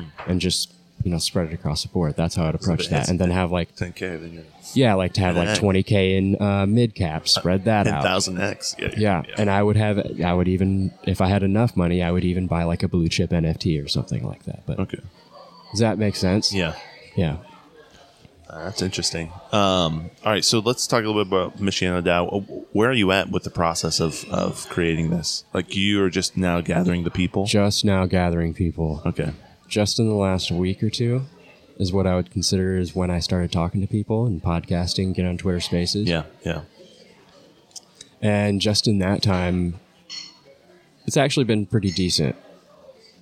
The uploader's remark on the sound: This is a unique podcast we did it live at Embassy Coffee Shop.